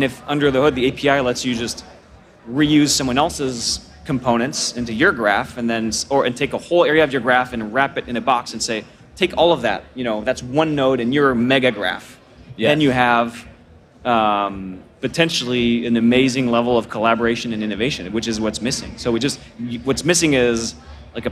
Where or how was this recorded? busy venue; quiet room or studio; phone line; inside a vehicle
busy venue